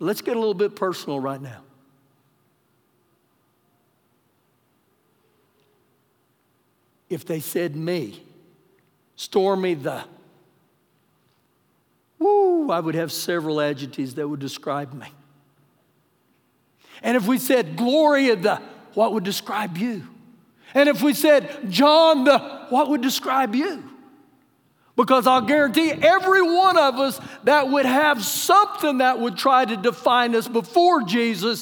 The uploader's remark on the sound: Recorded live during our Sunday morning service